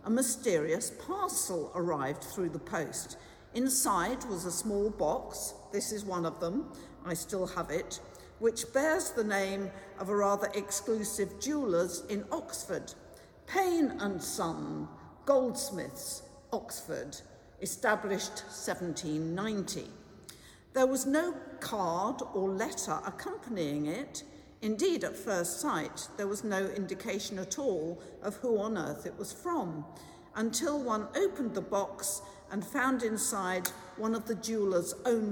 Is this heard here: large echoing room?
yes